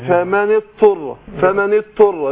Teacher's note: يضغم الضاد في الطاء وينطق الطاء · Term: الإدغام